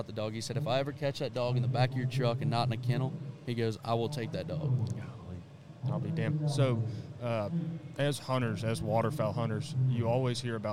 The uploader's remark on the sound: We are live at the Texas Trophy Hunter's Extravaganza in Dallas, Texas with some interesting fellow exhibitors.